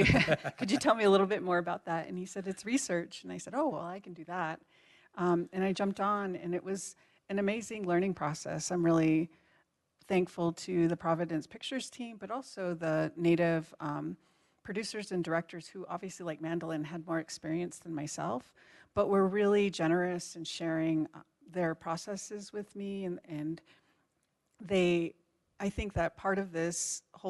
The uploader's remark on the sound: Live from the Santa Fe Indian Market